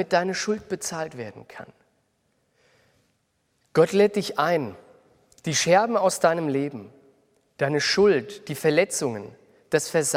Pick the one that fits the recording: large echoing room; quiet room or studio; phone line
large echoing room